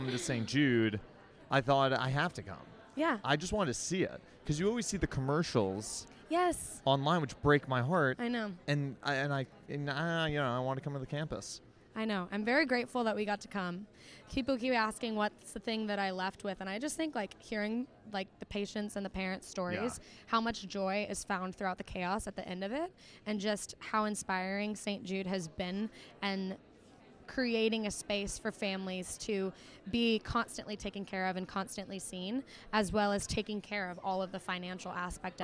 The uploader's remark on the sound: Live from St. Jude Children's Research Hospital. Live on the red carpet.